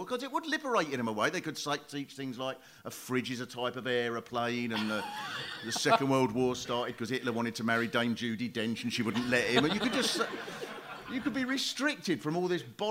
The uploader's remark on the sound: Britain in Crisis (Live!). Show recorded on 18th January at Leicester Square Theatre.